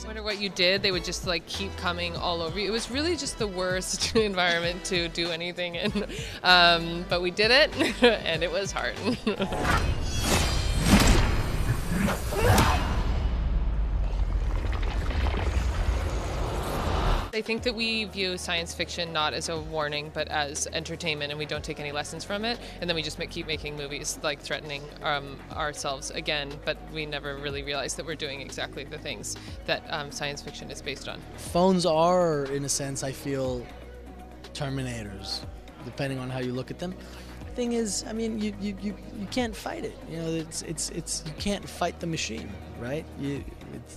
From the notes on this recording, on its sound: the film’s San Diego Comic-Con 2019 press conference